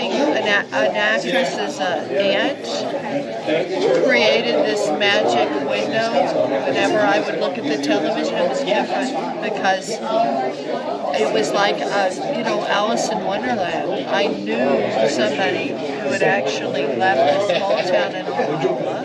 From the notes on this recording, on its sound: live from Pittsburgh's Horror Realm Con 2023